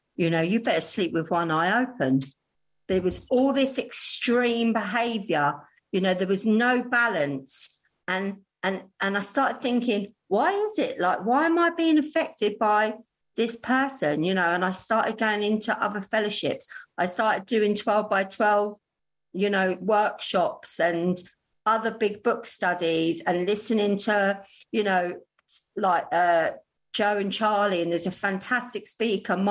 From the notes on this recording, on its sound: She is speaking at the Magical Mystery Tour Zoom Meeting.